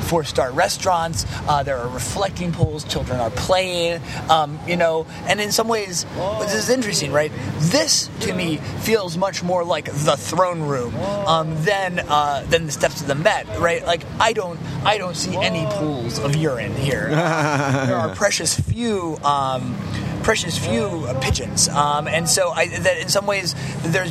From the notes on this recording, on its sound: take a walking tour of New York